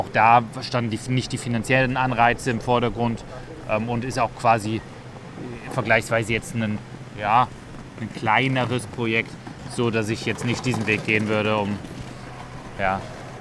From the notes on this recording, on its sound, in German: Genau dort haben wir auch diese Podcast-Episode aufgenommen und sind dabei durch die belebten Straßen spaziert. Wundert euch also nicht, dass es manchmal ziemlich laut ist.